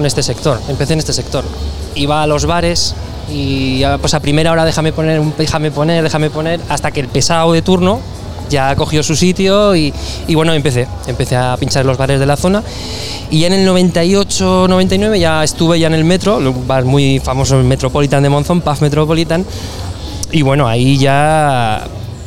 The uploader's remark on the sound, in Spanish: Extraído de la retransmisión en directo de la primera edición de Gramola , la feria de la música aragonesa. Séptimo podcast extraído de la retransmisión en directo de la primera edición de Gramola , la feria de la música aragonesa.